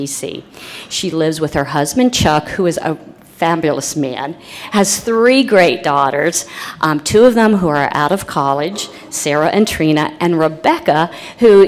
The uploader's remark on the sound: remarks were delivered during the Clare Boothe Luce Policy Institute's Midwest Women's Summit in April 2015 in Minnesota.